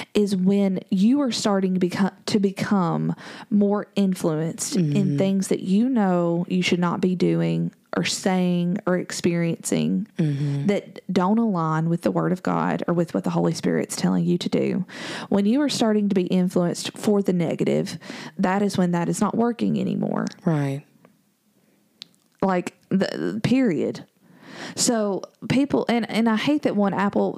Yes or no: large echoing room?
no